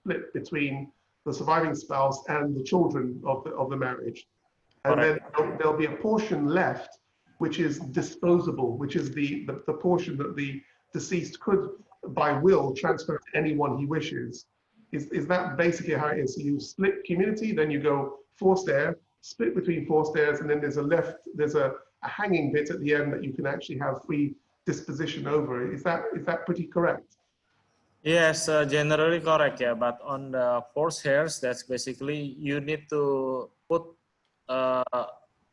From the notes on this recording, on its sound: Virtual Round Table. Webinar audio recording dated 2 Jun 2020.